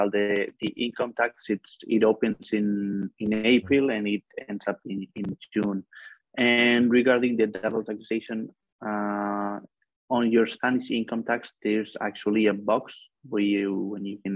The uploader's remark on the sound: For those joining us on Zoom